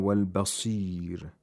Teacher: The sad of basir is pronounced with the lowest level of tafkhim